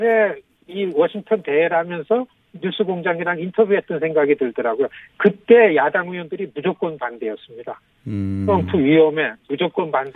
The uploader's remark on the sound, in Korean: 전화연결.